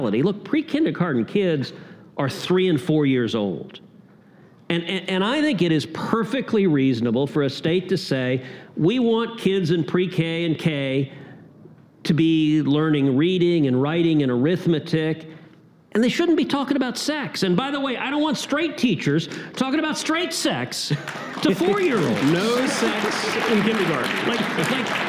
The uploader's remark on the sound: LIVE at Yale University. Special Young America’s Foundation event.